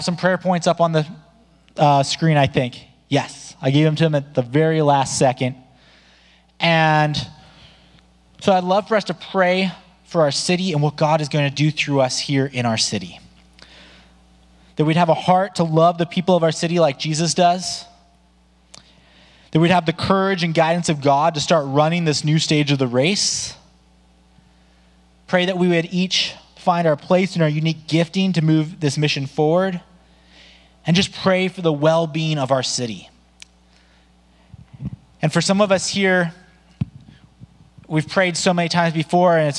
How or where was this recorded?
large echoing room